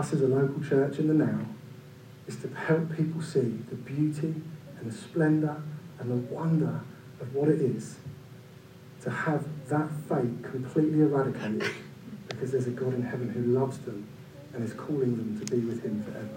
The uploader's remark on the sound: due to technical difficulties this week we apologise for the reduced sound quality